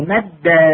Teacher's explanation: ويسمى الأول مدغما، حرف الأول يسمى مدغم الدال الأولى، الدال الثاني يسمى مدغما فيه والثاني مدغما فيه، نحو مد فإن أصله مدد، حيث أسكنت الدال الأولى وأدرجتها في الثانية · Term: الإدغام